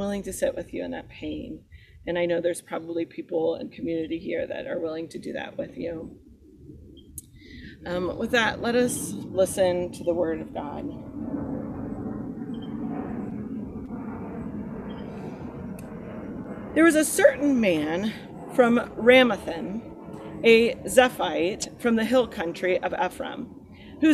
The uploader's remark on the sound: Sermon recorded at Garfield Community Farm